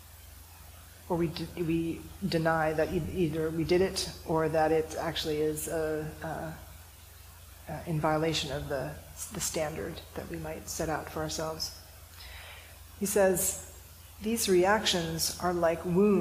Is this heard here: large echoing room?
yes